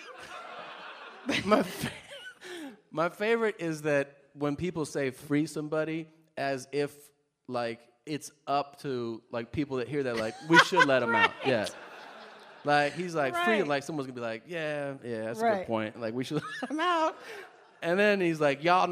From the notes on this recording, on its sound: Live From Brooklyn. There's nothing quite like a LIVE Mom in front of other Mom's, knawmean?